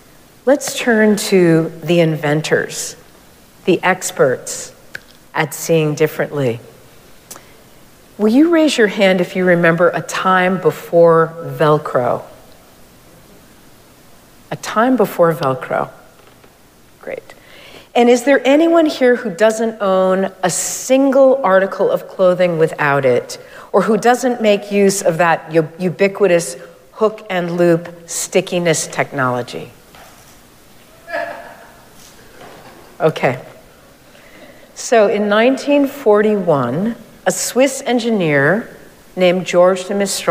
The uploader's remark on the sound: Recorded live at Arlington Street Church.